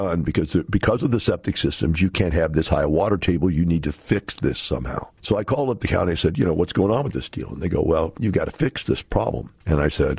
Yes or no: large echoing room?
no